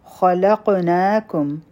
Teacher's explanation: خا غټ حرف دی، په قاف باندې به قلقلا کو، نون به دوهرکا راکاګو.